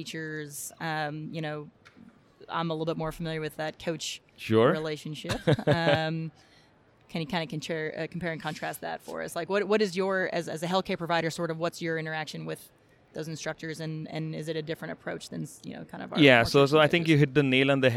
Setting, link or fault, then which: setting, busy venue